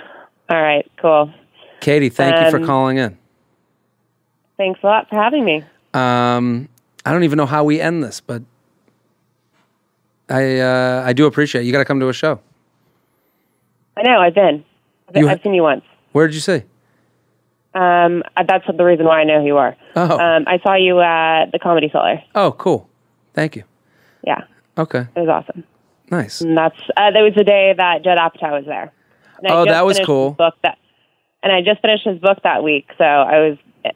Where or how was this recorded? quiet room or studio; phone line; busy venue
phone line